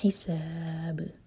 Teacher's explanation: با پر رکیں گے تو با پر قلقلہ ہوگا. حساب.